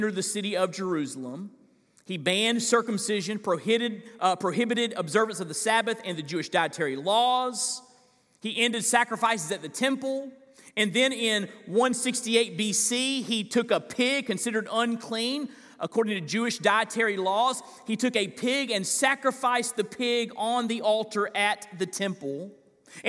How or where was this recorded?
live audience